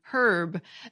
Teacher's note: That, as well as variability in how it was written, has led scholars to believe the Middle English pronunciation was without the H. So the modern British H pronunciation, herb, appears to have developed later based on how it was spelled, called a spelling pronunciation, which had the effect of restoring the original H sound.